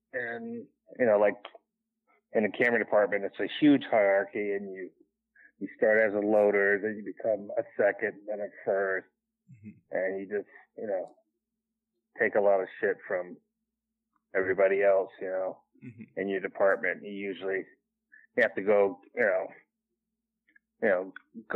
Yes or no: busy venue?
no